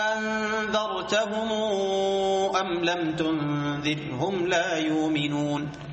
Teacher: ومنهم من يبدل الثانية ألفا فيأتي بهمزة ومدة